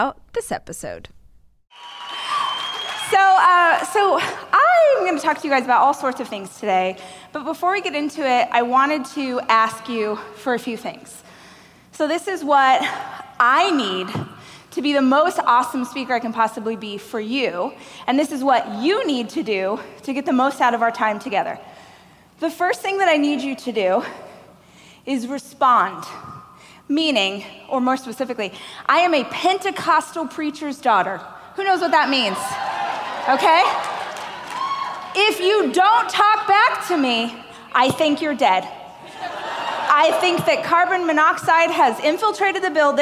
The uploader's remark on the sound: a keynote speech I gave during the Growth